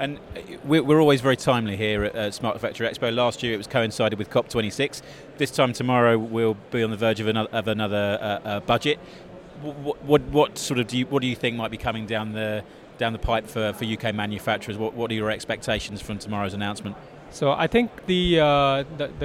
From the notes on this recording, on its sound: It's another interview taken from the show floor of Smart Factory Expo in 2022.